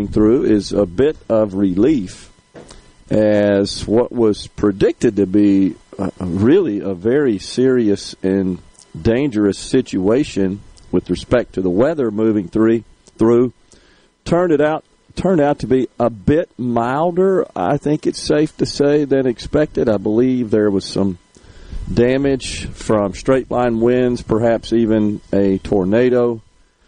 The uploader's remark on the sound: LIVE from Cleveland's 50 Nights of Lights